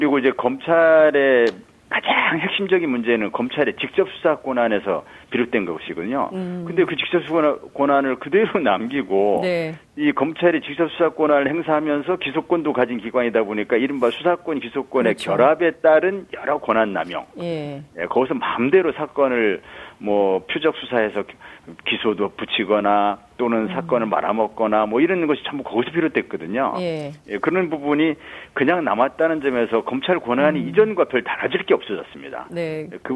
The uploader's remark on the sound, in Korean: 전화연결]